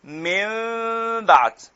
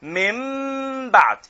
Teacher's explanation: ان انا تركت فرجه بين الشفتين في الميم الثانيه · Shown in: first take